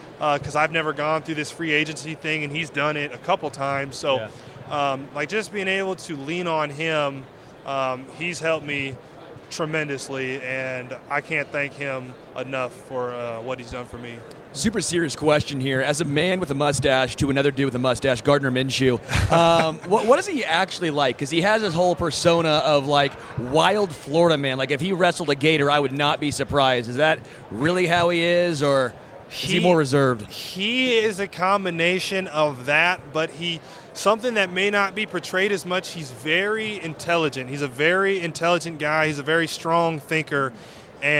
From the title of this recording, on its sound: Live from Super Bowl LVIII - Day 4